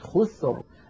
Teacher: الراء ساكنة، قبلها ساكن، وقبله مضموم وهو الخاء، إذن أيضا نفخمها